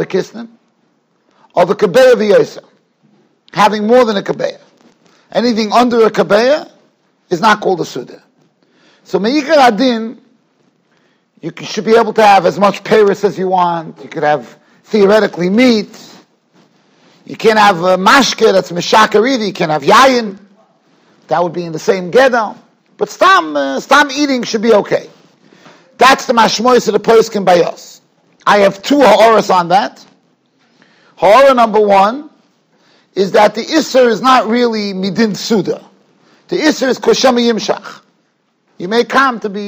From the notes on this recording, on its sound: Shiur recorded in Yeshivas Ohr Reuven, Monsey, NY.